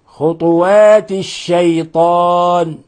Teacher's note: تسكن الطاء وتقلقلها